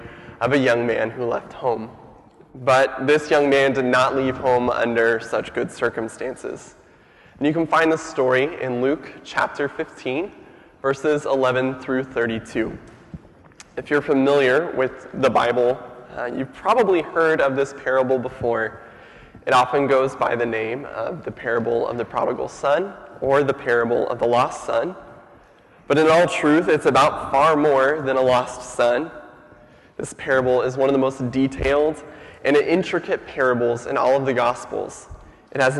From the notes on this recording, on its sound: Sermon audio from FIBC Copenhagen.